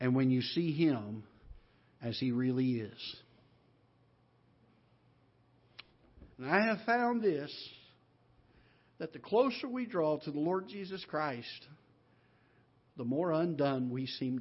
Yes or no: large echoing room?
yes